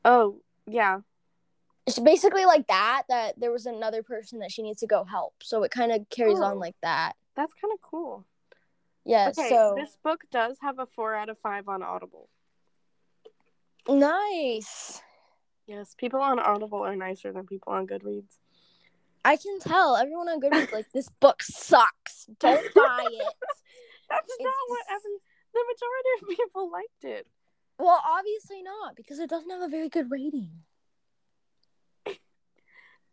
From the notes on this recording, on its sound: Not the best audio sorry lol.